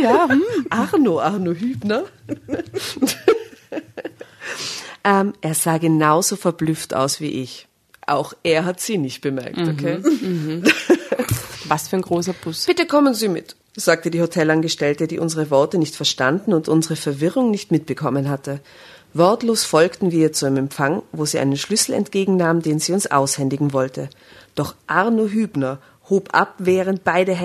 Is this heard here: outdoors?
no